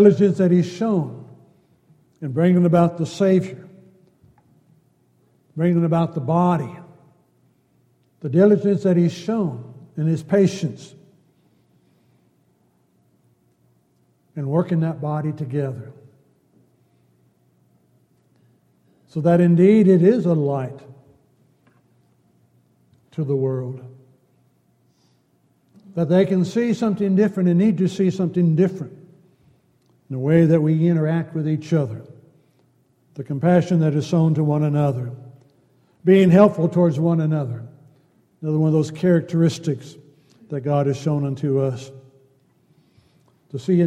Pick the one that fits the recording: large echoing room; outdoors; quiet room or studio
large echoing room